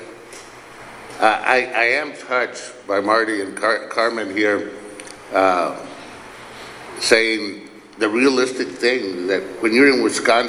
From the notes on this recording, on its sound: remarks from the podium at the ceremony